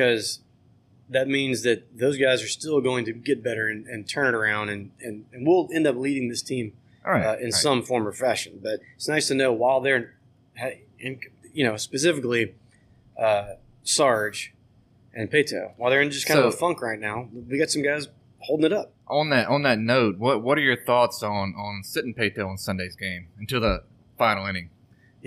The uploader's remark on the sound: An early morning 4th Street Bar visit. Recorded live from 4th Street bar.